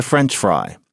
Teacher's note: there are two words, and you've got the accent on the French